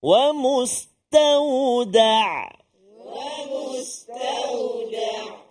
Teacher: Huruf Ain di tengah rongga kerongkong kita.